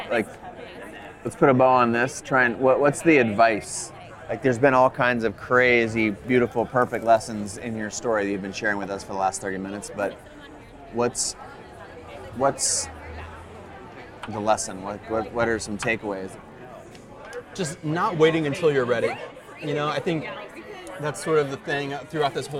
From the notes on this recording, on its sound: Instead of the usual studio conversation. Recorded the show while grabbing a burger & margarita just around the corner from CreativeLive in Seattle. It’s a bit loud at times, but I think the ‘fly on the wall’ experience is absolutely worth it.